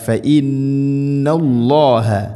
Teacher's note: ഫഇന്ന ഗുന്നയുടെ ദൈർഘ്യം അഥവാ മണിക്കൽ ആ ശബ്ദത്തിൻ്റെ നീട്ടേണ്ട ദൈർഘ്യം എന്ന് പറയുന്നത് രണ്ട് ഹർക്കത്തിന് തുല്യമായിട്ടാണ്